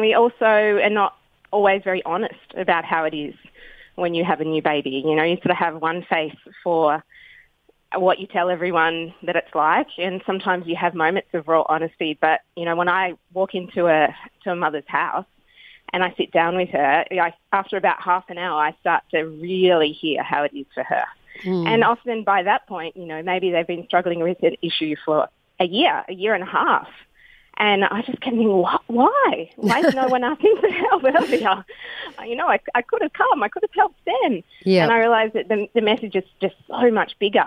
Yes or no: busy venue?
no